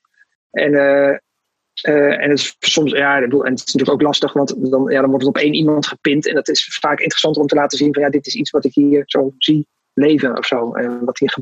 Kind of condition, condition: link, video call